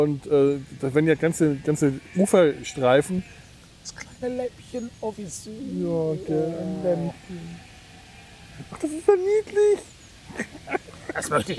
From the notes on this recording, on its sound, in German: Ihr Lager (das heisst: die Sumpf-Außen-Aufnahme-Station) am Kölner Rheinufer in der Nachbarschaft einiger freundlicher Schafe.